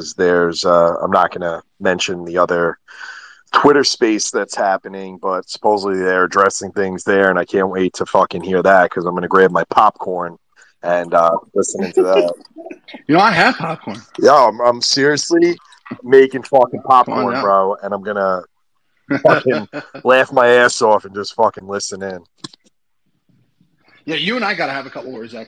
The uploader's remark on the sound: recorded on Twitter Spaces